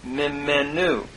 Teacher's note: the noon of the men has assimilated into the mim by progressive assimilation, causing the doggish forte.